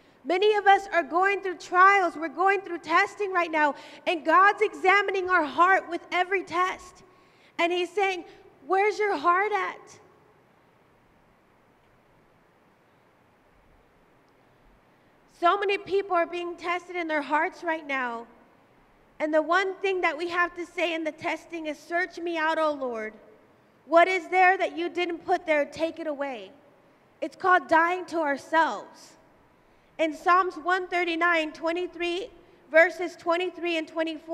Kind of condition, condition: setting, large echoing room